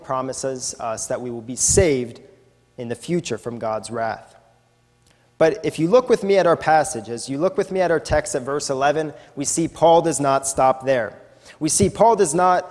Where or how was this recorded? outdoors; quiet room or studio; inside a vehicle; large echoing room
large echoing room